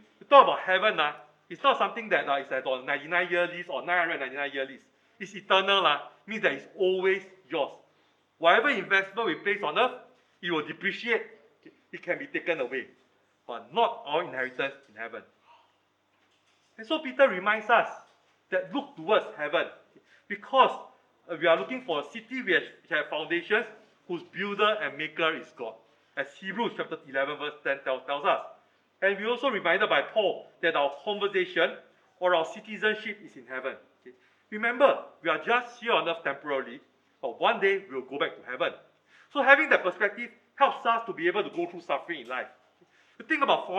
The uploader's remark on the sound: Recorded Live